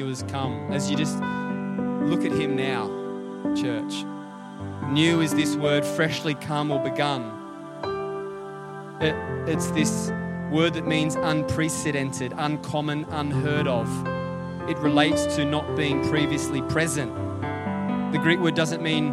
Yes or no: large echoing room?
yes